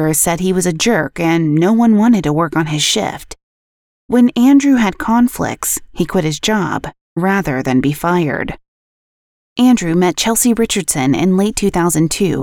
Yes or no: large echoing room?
no